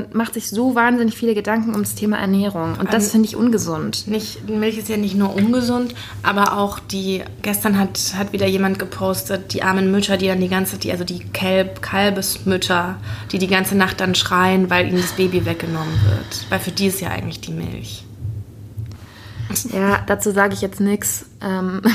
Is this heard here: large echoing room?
no